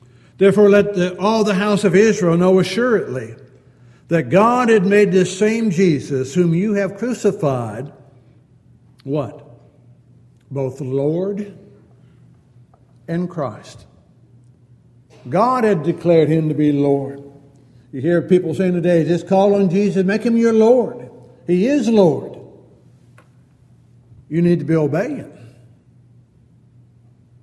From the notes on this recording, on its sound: Downtown Church Of Christ Audio Sermon